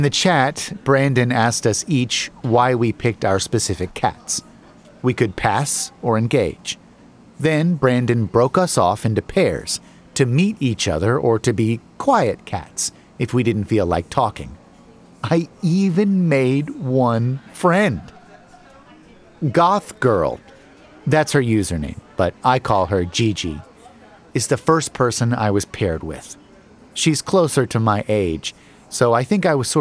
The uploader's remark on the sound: Broadcasting live from a seemingly innocuous coffee shop